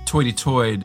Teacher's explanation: New York upper-class English even had the sort of rounded vowel that was made famous in a caricature when people say toity-toid for 33rd.